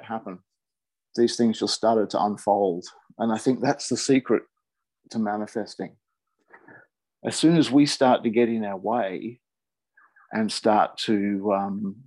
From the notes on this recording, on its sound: I recorded this on zoom as a conversation